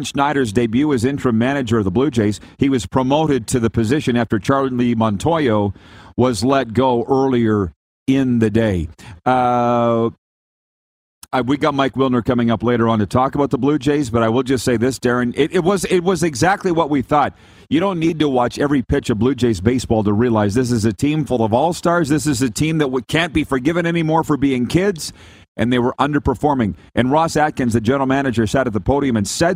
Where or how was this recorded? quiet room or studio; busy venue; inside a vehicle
busy venue